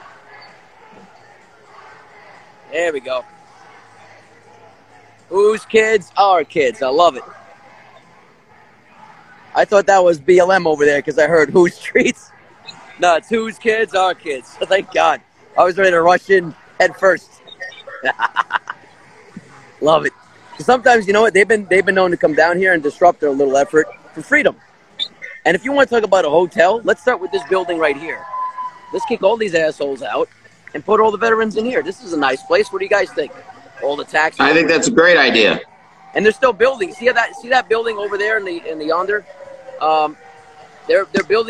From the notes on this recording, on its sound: Anti Tyranny Rally Live in Trenton, NJ. Does his live feed down in front of the Statehouse.